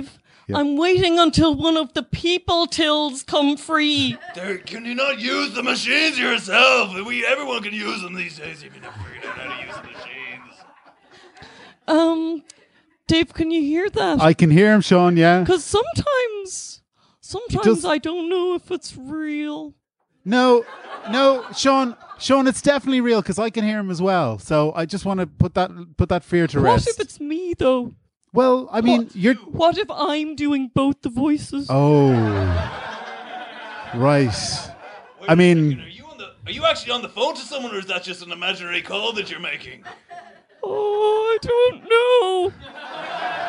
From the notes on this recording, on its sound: Live At The Tightrope. Live episode of Phoning It In recorded at The Tightrope upstairs in Anseo on May 14th 2018.